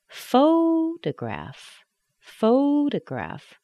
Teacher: But photograph. We've got the primary stress on the first syllable. The second syllable is weak.